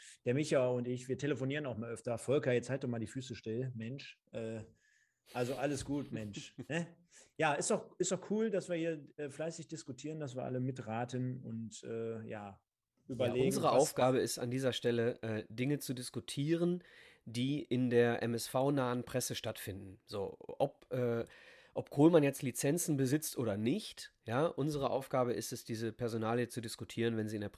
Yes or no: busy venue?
no